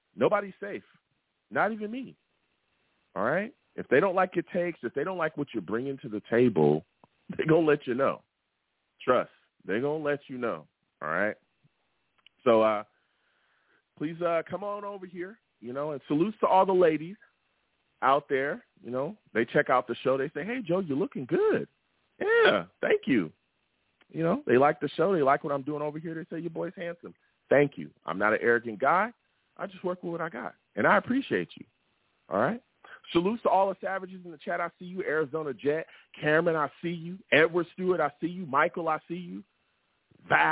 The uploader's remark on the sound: I take live callers!